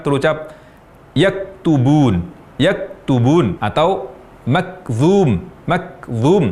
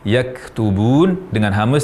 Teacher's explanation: mengucapkan huruf kaf bersukun atau berharokat tanpa hamas, tanpa aliran nafas · Shown in: first take